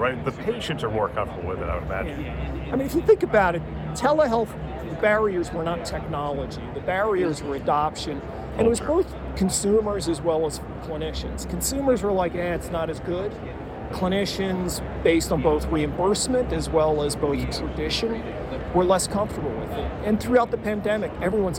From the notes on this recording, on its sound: It’s an Interview in Action live from HLTH.